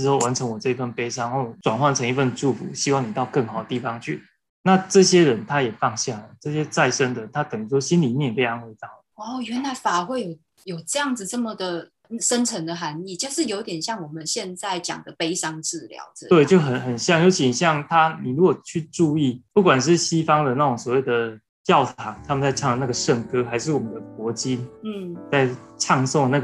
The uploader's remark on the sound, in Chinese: 遵守防疫不群聚原則，節目採用線上錄音喔！